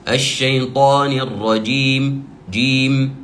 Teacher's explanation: وأيضا نحاول أن نبين أن الراء مفتوحة، فلا تقول والله مثلا أعوذ بالله من الشيطان الرجيم، هي أقرب إلى الضم، شيطان الرجيم، لا، الشيطان الرجيم، بهذه الطريقة. وحرف الجيم في كلمة الرجيم لابد نحرص على أن لا يكون النفس جاريا فيها، فلا تكون يعني جيما معطشة، فقول والله مثلا الشيطان الرجي جي جي، هذه أصبح فيها هواء، الشيطان الرجيم جيم، وليس جيم جيم.